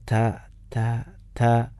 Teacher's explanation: അതുപോലെ തന്നെ താൻ്റെ ഉച്ചാരണം ത എന്നുള്ളത് നേരത്തെ പറഞ്ഞ പോലെ അതിനൊരു ഹംസിൻ്റെ വിശേഷ ഹംസ് എന്നുള്ള വിശേഷണം അഥവാ ത മഹ്മൂസായിട്ടുള്ള അക്ഷരമാണ് എന്ന് പറഞ്ഞാൽ ആ ഒരു ചെറിയൊരു മൂളക്കത്തോടു കൂടി അല്ലെങ്കിൽ മന്ത്രത്തോടു കൂടി ഉച്ചരിക്കുന്ന അക്ഷരമാണ് ത